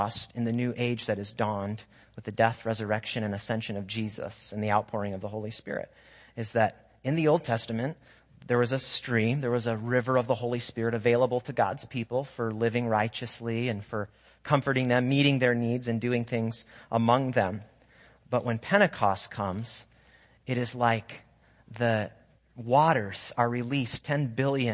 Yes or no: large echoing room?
yes